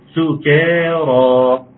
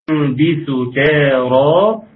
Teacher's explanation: السين مرققة والكاف مرققة فتكون سكارى